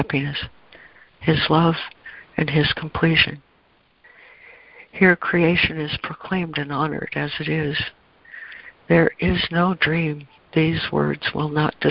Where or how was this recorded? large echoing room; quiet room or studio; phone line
phone line